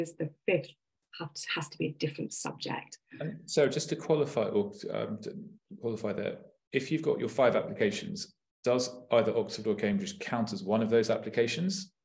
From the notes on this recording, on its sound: This is a recording from our webinar, 'UCAS Applications Advice'.